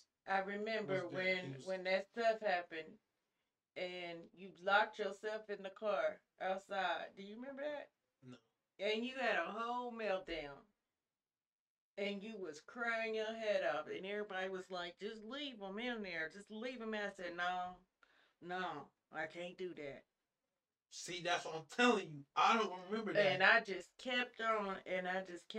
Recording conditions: poor sound quality